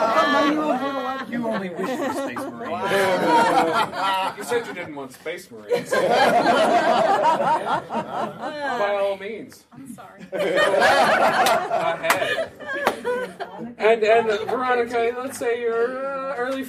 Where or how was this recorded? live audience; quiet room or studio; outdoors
live audience